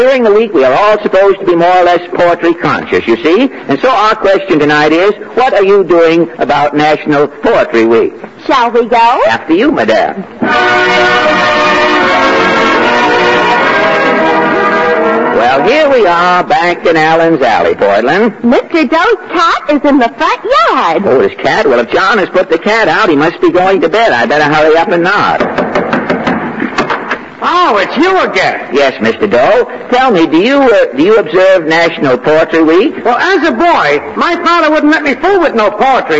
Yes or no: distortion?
yes